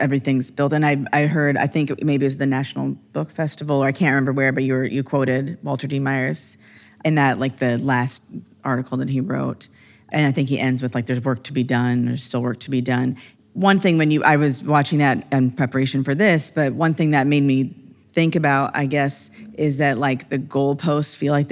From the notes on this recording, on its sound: a live conversation at the 2023 American Libraries Association LibLearnX conference in New Orleans